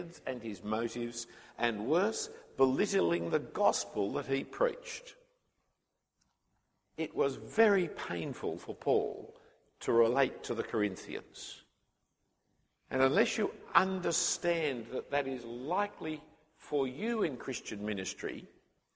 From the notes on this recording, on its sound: The first talk from the Mission Minded Weekend Conference in 2013, for young people considering full time ministry.